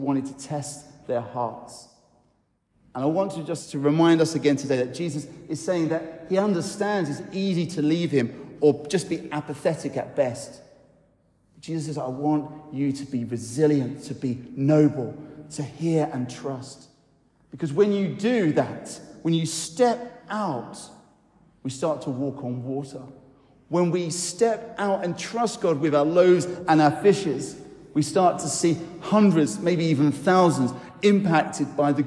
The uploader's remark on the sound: I recorded on Sunday 16th July at Newcastle Holy Cross an encouraging talk